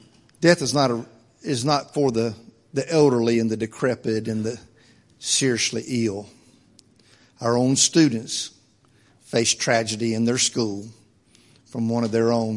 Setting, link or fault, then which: setting, large echoing room